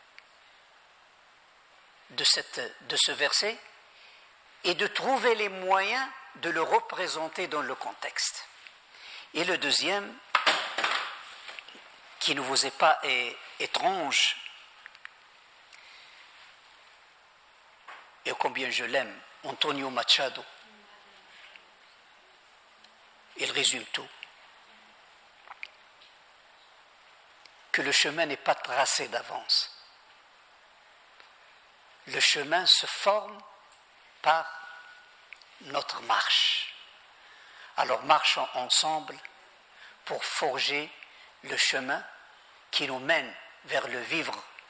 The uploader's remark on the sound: Thirteenth and final lecture in the Aula Árabe Universitaria 4 series, held in Madrid